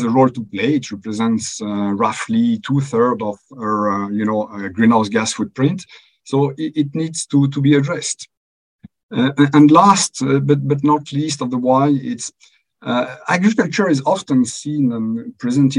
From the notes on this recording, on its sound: Please note that this is an audio recording of a webinar containing slides and presentations. This live virtual event featured updates of progress to date and deep dive into some case studies.